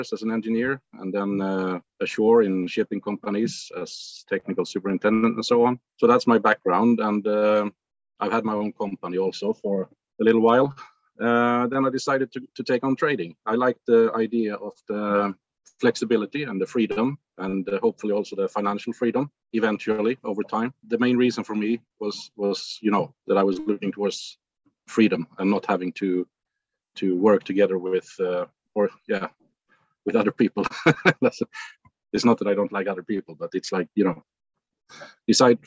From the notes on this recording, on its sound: This is a special episode of a recording of a recent discussion that occurred within the Chat With Traders Community on a Zoom call.